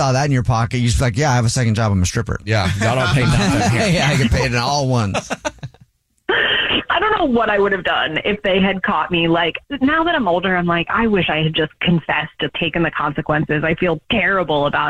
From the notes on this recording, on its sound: Somebody is on the phone